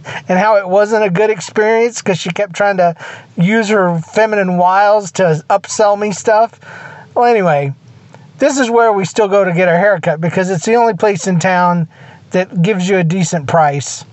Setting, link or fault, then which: setting, inside a vehicle